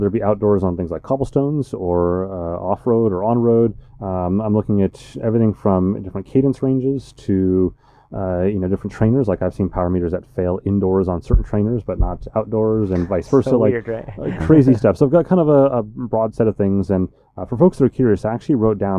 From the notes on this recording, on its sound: Episode 219 of the Ask a Cycling Coach Podcast is live from Eurobike!